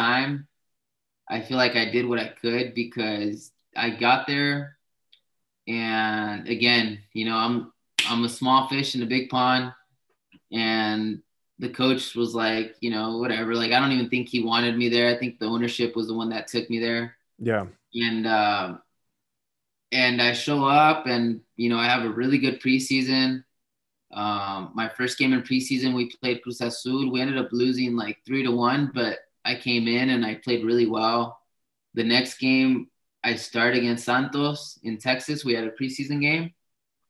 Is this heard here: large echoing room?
no